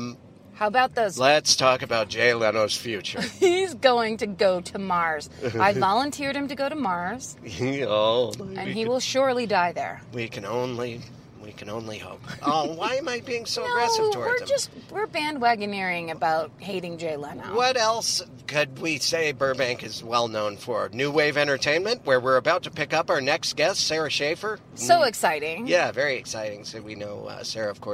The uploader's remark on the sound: In the Car.